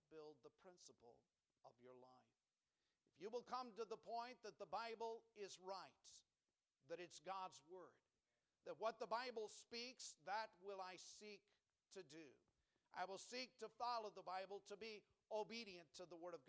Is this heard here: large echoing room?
yes